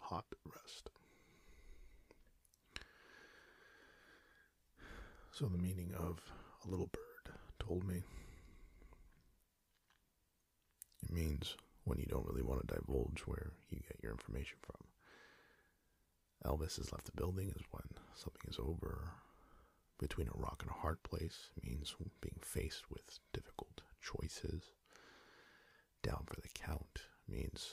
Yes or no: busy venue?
no